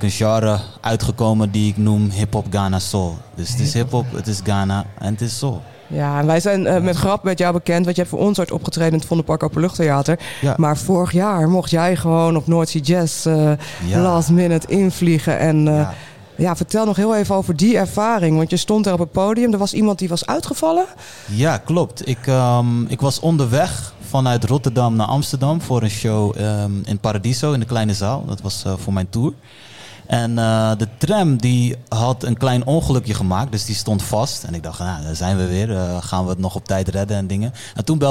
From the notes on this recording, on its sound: Live op de Muzikantendag. Bouwden we onze spullen op in de Melkweg tijdens de Muzikantendag.